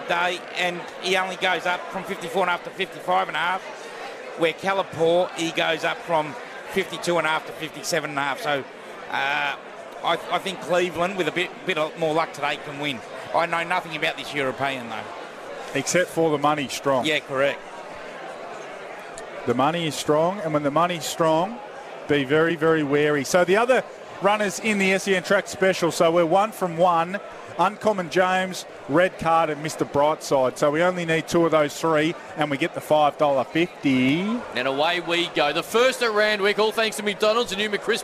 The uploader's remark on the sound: Live from Caulfield Race Course